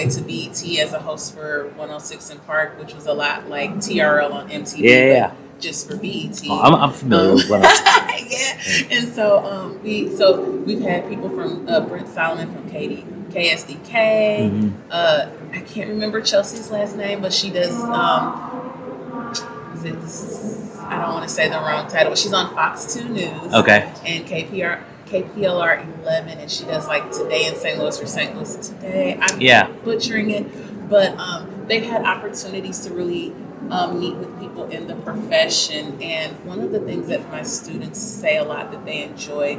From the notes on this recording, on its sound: This episode is a collection of conversations that took place at the innovate conference in St. Louis, MO.